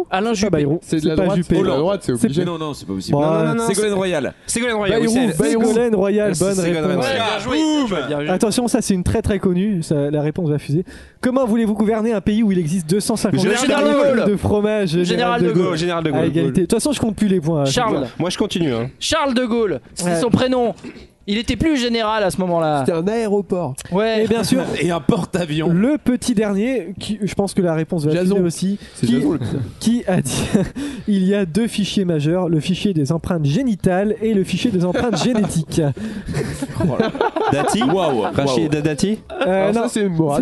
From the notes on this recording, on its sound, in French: Gros bordel en live. Enregistré en live. Lors du marathon #ComptoirLive.